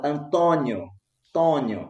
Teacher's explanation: Ou seja, a vogal é uma vogal como qualquer outra, Antônio. No centro-norte do Brasil, essas vogais são nasais.